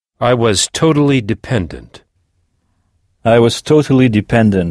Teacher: en début de mot, on entend « di », qui s'écrit pourtant « de »